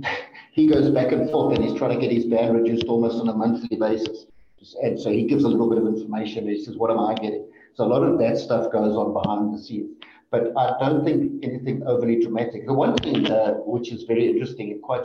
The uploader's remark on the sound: We had major connectivity problems over the recording and try as we might to correct it post-recording, we just couldn't.